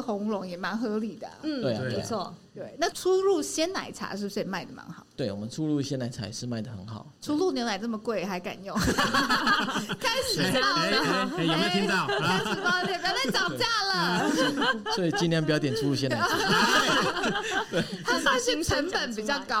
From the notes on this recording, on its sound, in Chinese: 本集因戶外錄製遇上音樂活動彩排，偶有較嚴重的環境音干擾，敬請見諒！